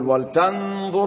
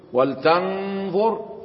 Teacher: النون الساكنة بعدها حرف الضاء إخفاء حقيقي · Shown in: first take · لأن الضاء من حروف الخمستاشر من حروف الإخفاء الحقيقي، وطبعا نقول